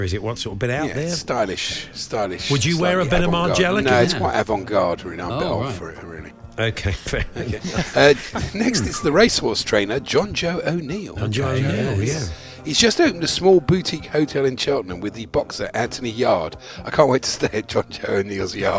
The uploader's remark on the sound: live from Aintree